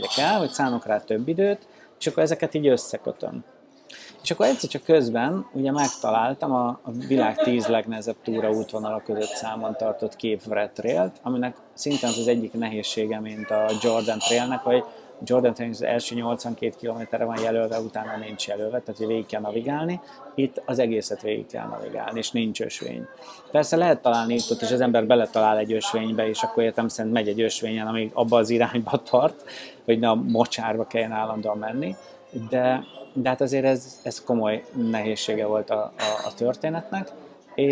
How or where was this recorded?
busy venue